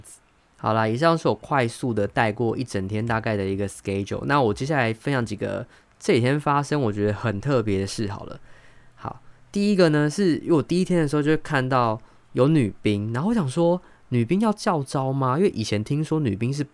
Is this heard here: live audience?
no